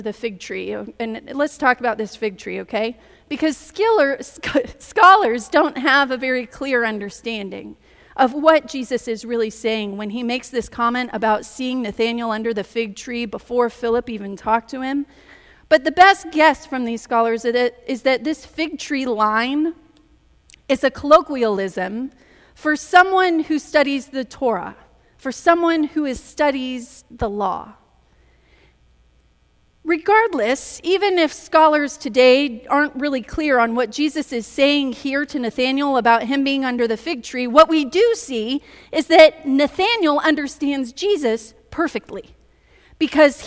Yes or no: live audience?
yes